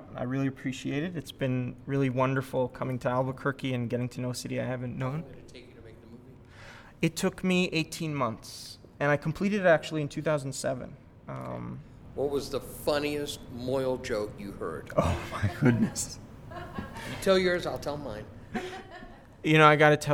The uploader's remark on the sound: This is a recording of the Introduction and Q&A around the second screening of the Cut Tour. This screening took place at the Covenant United Methodist Church in Albuquerque.